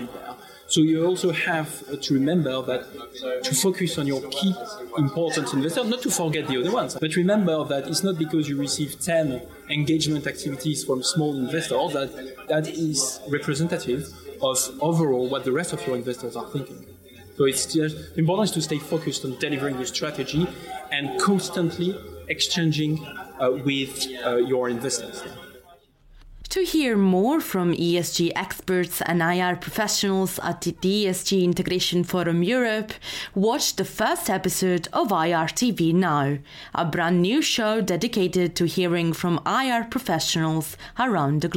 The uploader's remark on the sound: The IR Magazine team reports live from the floor of the ESG Integration Forum – Europe.